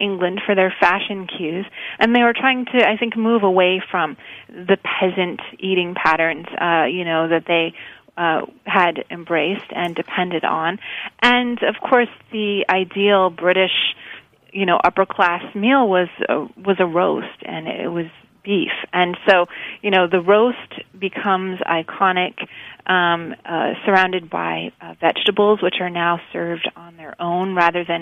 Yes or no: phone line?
yes